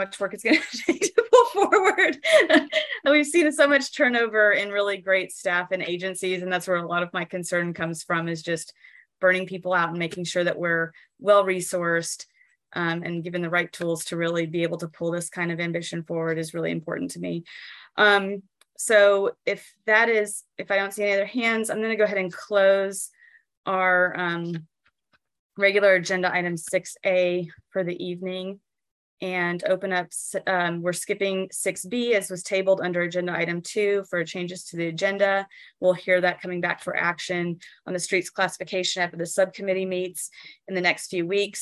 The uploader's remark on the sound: Transportation Commission - ZOOM